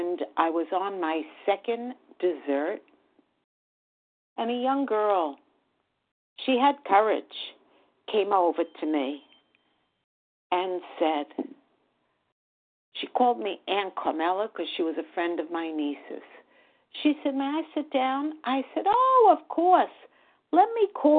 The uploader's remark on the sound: 100 Pounders Phone Meeting